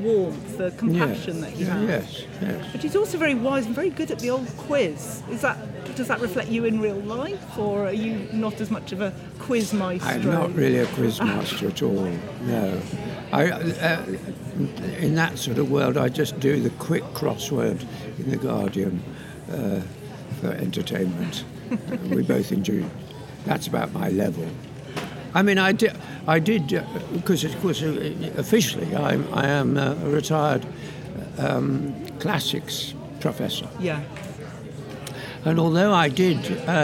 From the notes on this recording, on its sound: With apologies for the loud background noise - the festival is a wonderful, vibrant and busy place! With thanks to the BBC and The Hay Festival for their help with this.